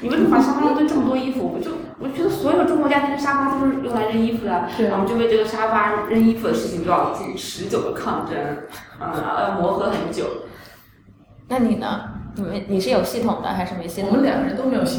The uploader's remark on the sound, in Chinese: 由于包间有回声，音质欠佳。